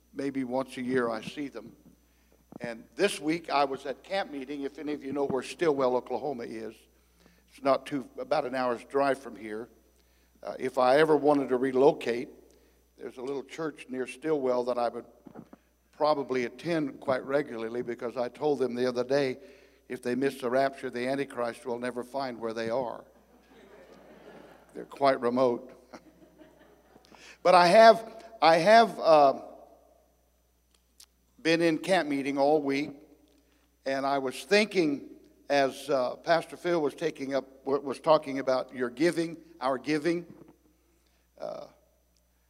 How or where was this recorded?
large echoing room